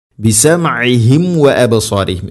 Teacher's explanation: സാക്കിന മീമിന് ശേഷം വ അല്ലെങ്കിൽ ഫ വന്നു കഴിഞ്ഞാൽ രണ്ട് ചുണ്ടുകൾ തമ്മിൽ തട്ടിച്ച് കൃത്യമായിട്ട് അതിനെ പൂർണ്ണമാക്കിയിട്ട് ഉച്ചരിക്കണം. മീമിനെ പൂർണ്ണമാക്കി ഉച്ചരിക്കണം.